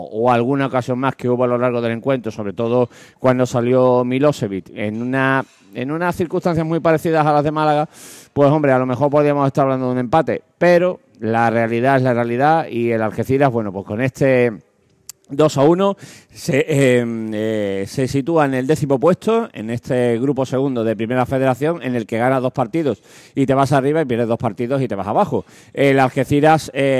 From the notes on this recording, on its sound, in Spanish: emitido en directo desde La Puta Calle de Plaza Andalucía